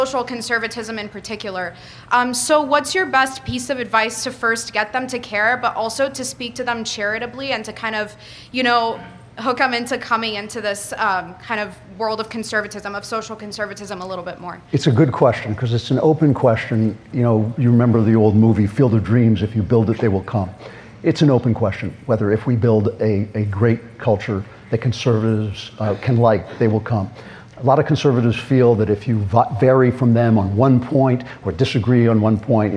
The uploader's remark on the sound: LIVE at YAF National Conservative Students Conference. Speaks live in front of a student audience at Young America's Foundation's 44th Annual National Conservative Students Conference held in Washington DC.